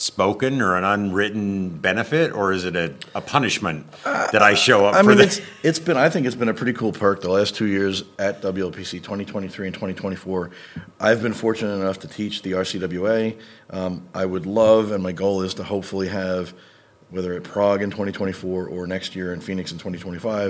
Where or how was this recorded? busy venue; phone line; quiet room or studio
busy venue